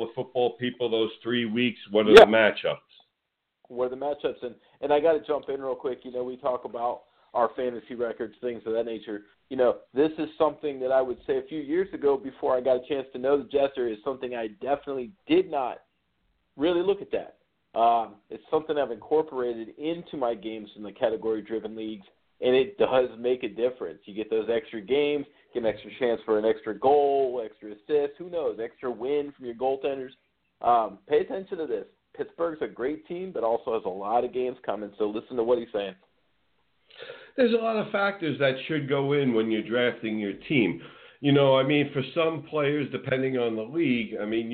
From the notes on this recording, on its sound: A SPECIAL CALL IN GUEST!